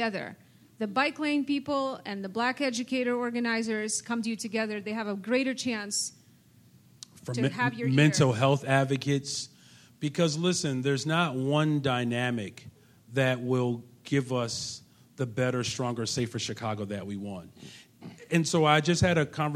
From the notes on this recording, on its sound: on stage at the Promontory club in Hyde Park for First Tuesdays